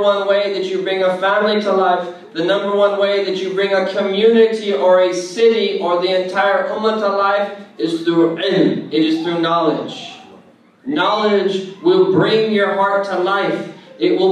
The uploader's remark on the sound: keynote address delivered at SeekersGuidance's New Home benefit luncheon